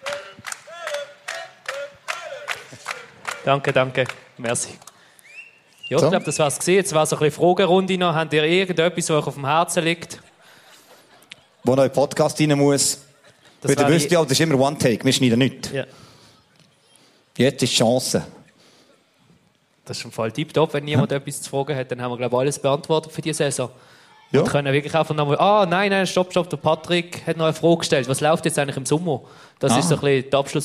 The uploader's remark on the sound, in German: Live vom Schlossplatz. Die Live-Aufnahme. Sm'Aesch-Fescht auf dem Schlossplatz.